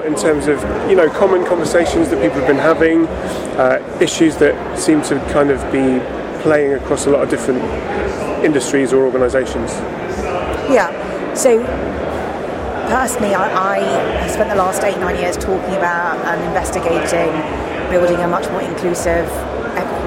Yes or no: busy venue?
yes